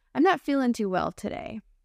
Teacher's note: we just kind of drop the ing and turn it into in